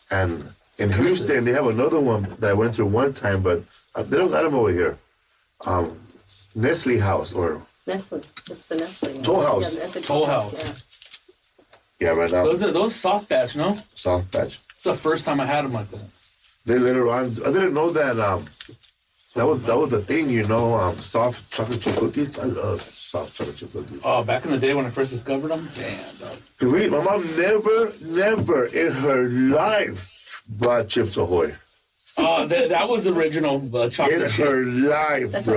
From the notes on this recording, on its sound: Forgive the sound. The studio had issues today...